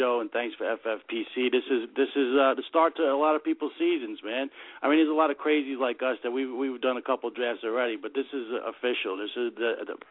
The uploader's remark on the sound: a special CALL-IN SHOW